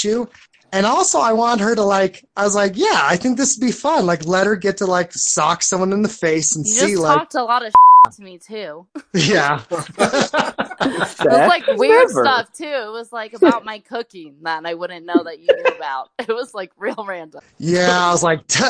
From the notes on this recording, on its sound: Call in show